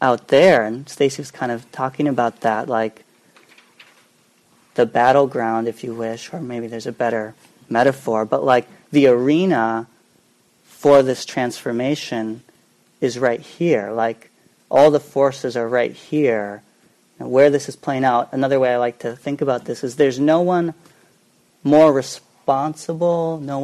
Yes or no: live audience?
yes